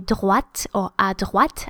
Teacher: You hear when I say droite or à droite, I sound the T. Therefore, it's not final.